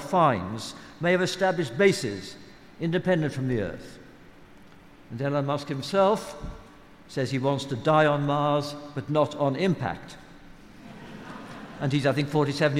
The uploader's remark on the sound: Recorded live at the EartH in London's Hackney on 19th March 2019.